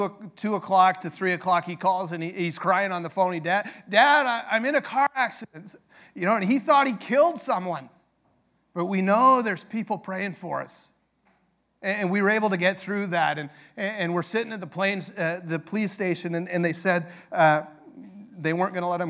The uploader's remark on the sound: This sermon is from our 100th Annual Global Mission Conference